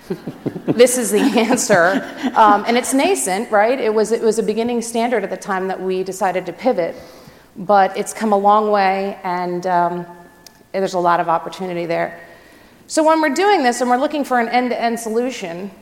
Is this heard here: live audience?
yes